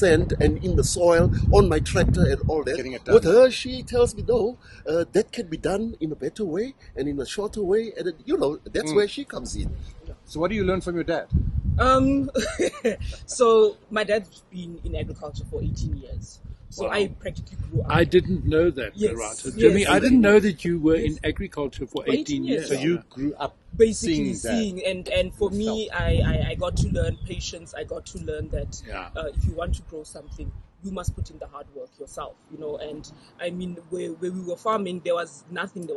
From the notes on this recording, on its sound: We were outside and there are moments of wind-noise.